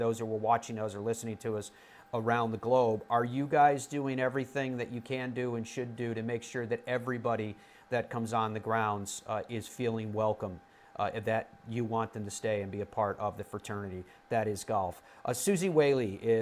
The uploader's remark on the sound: We're LIVE at Tour Event. Live from this week's KFT event, the REX Hospital Open and will be joined by players throughout.